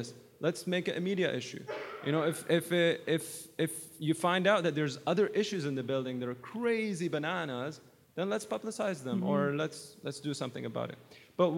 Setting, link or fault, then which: setting, live audience